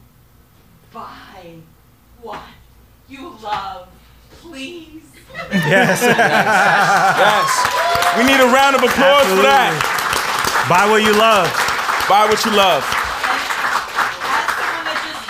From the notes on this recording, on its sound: Live at SoHo House. In-front of a live studio audience in the Meatpacking section of downtown NYC located at the renowned members only club, SoHo House.